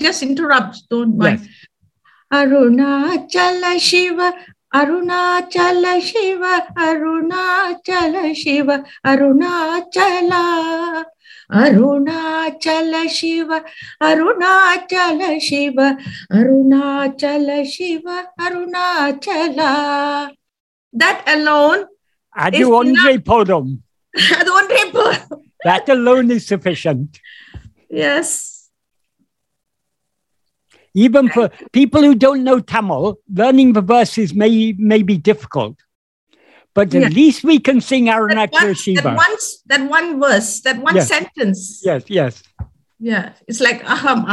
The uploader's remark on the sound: In a Zoom meeting of the Ramana Maharshi Foundation UK on 12th March 2022